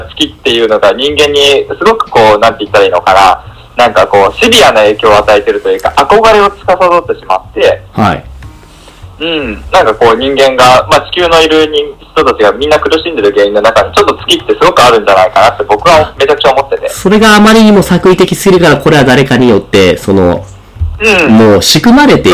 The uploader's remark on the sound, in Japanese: 今回機材トラブルで音割れが発生しております。